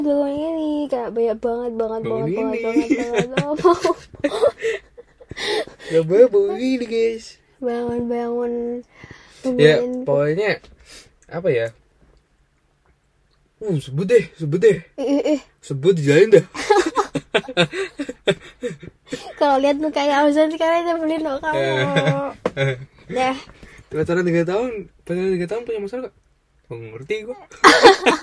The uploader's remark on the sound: in the car